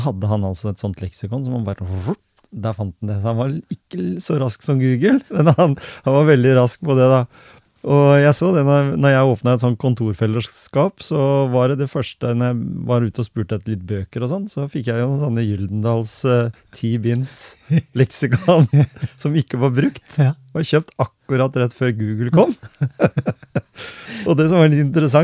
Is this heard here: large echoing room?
no